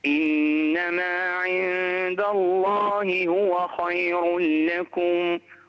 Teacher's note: انتبه إلى الراء فخمها